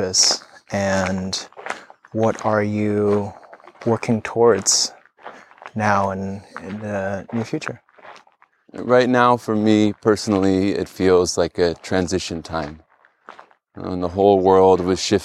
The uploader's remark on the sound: In this episode, I have another connective walk and talk. Amongst the jungle on the outskirts of Tulum, Mexico.